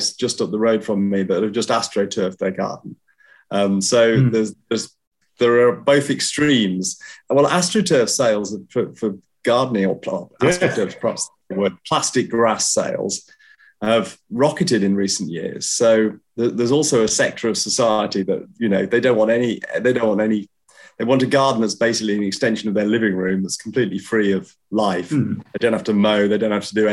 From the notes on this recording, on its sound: on Zoom